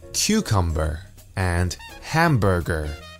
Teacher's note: The emphasis should be on the first syllable.